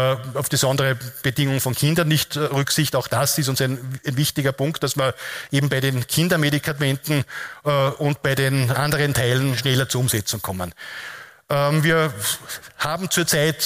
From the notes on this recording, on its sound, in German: Die Aufzeichnungen dazu entstehen bei den Live-Veranstaltungen zur Direktwahl.